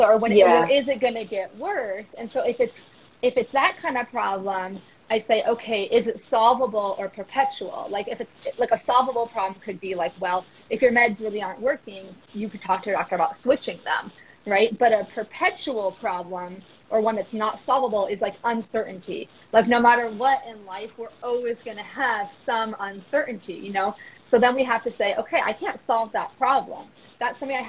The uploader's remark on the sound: This conversation originally took place as an Instagram Live discussion in March 2022.